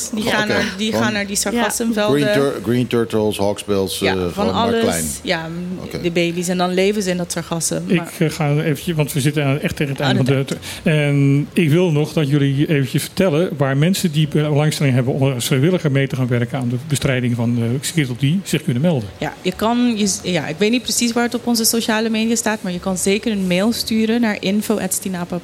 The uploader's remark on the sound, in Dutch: In het radioprogramma dat elke zaterdag middag live vanuit club Trocadero wordt uitgezonden.